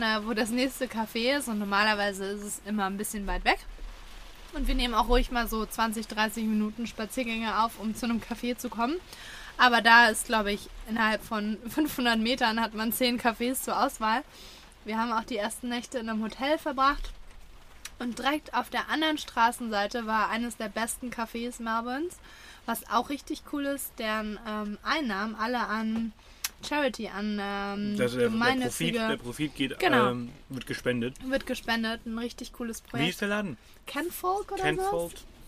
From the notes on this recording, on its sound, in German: Dieses Mal live aus unserem Britz Camper im wunderschönen Bundesstaat Victoria in Australien.